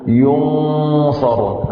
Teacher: أنا هذا حرف مستعلي مفتوح ليس بعده ألف، فالإخفاء ما هو إلا تمهيد لتفخيم الصاد، ويكون بمرتبة تفخيم الصاد